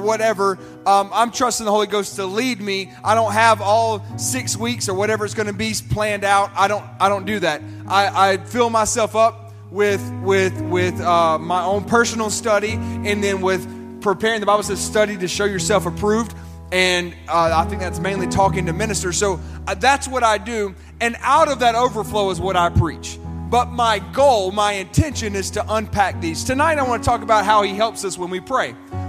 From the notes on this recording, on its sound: This sermon was recorded at Family Worship Center in Columbia, SC on Wednesday, April 19, 2023.